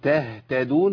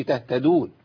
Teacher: بصوت الهاء تهتدون، ما اقولش تهتدون وضيع الهاء خالص · Shown in: first take